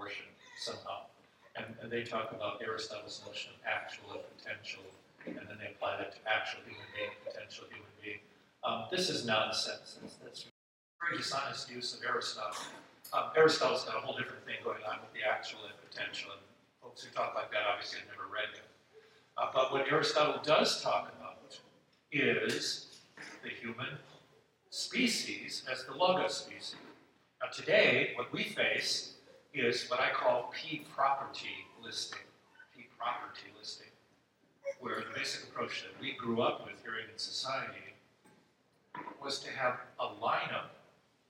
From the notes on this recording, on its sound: This episode is a recording of Plenary Session II from Wittenberg Academy's Family Retreat.